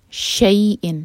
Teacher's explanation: اس کو شا نہیں کہنا اور شین کو ہیوی بھی نہیں کرنا · Term: شین ہے لائٹ